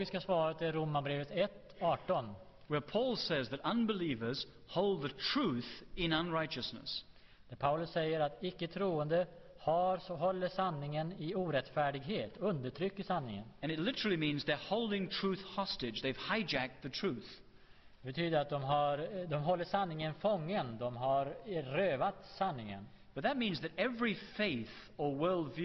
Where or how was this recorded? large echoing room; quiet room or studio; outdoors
large echoing room